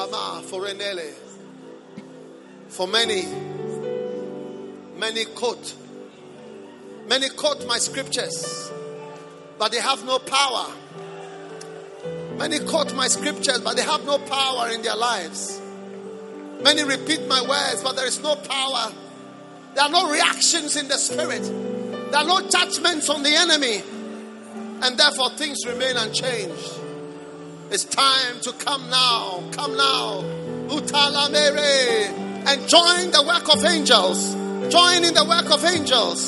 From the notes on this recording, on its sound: Preached at a Revival 7 service at the First Love center